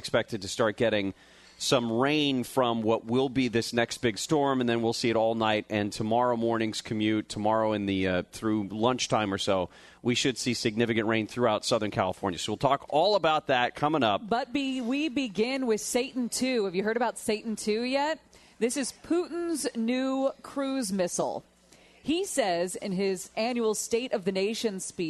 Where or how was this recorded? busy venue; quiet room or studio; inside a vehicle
busy venue